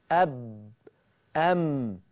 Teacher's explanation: على الاقل الميم معاها غنة والباء بتتقلقل · Term: تجانس